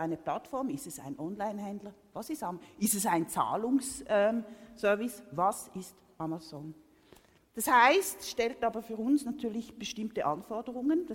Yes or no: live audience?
yes